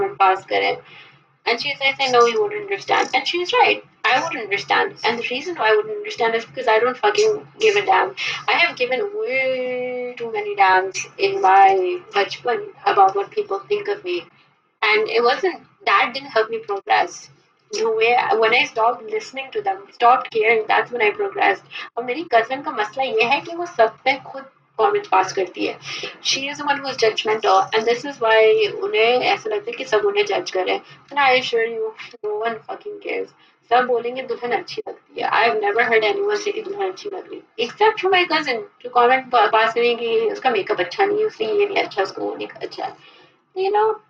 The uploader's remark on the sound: Sorry for the audio quality